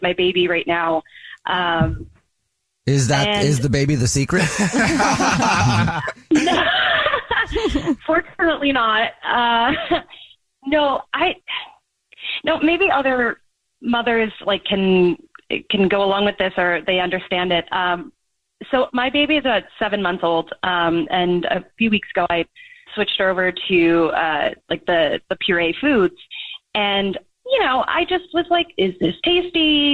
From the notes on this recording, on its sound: The man on the phone